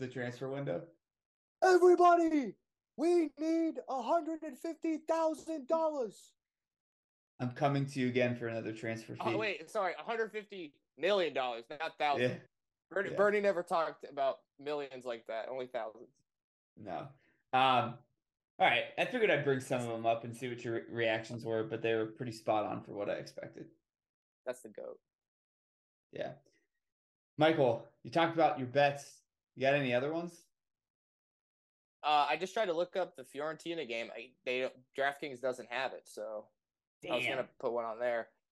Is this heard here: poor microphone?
yes